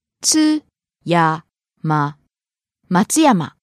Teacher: Starting low, rising on the second syllable, つ, falling on the second to last syllable, や, and staying low.